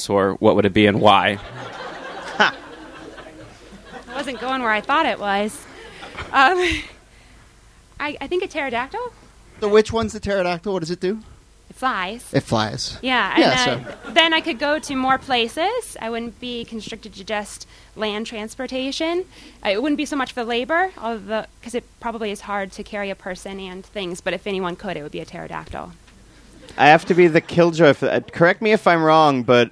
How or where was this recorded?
live audience